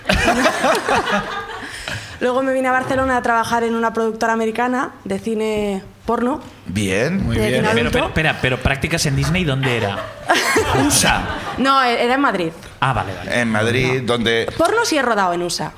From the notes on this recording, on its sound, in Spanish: El público sube a contarnos una ruptura, unos audios extraviados, un 2020 con altibajos y un mono de Zaragoza.